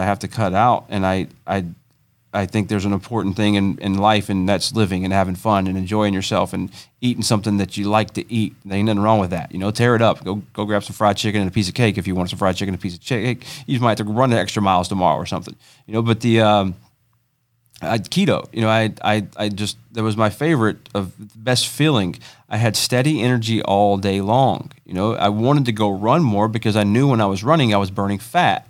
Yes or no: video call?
no